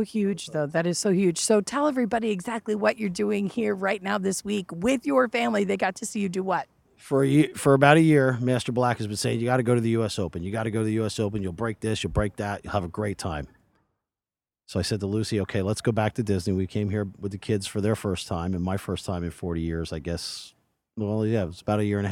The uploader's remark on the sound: Live from the Road. On the grounds of a Disney resort.